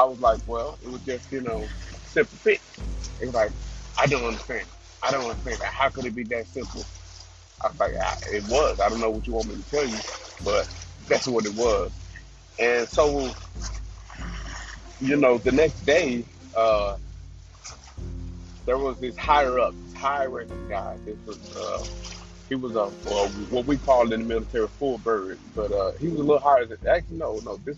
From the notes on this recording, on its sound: The audio is a little crappy but I’ll was in traffic.